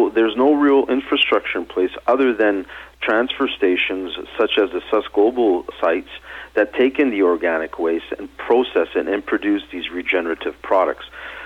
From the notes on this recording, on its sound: called in to SmallCapVoice